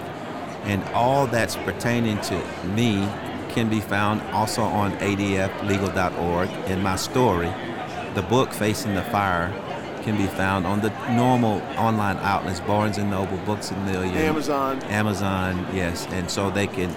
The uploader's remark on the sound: LIVE from NRB 2022!